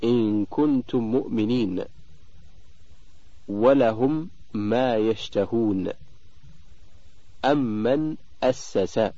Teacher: الحكم الثاني إدغام المتماثلين الصغير، وله حرف واحد وهو الميم، فإذا وقعت الميم المتحركة بعد الميم الساكنة وجب الإدغام ويسمى إدغام متماثلين صغيرا، ولا بد معه من الغنة أيضا